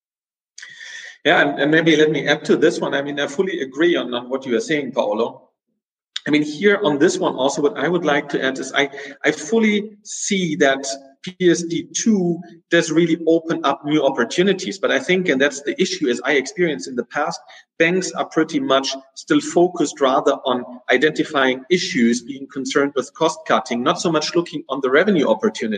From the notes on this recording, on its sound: This is the audio track of a Google Hangout.